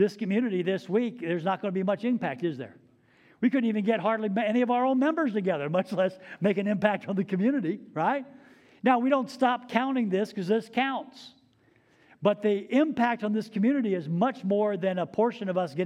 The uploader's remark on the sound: Recorded live at Word of Life Church in Le Sueur, Minnesota, on May 28, 2023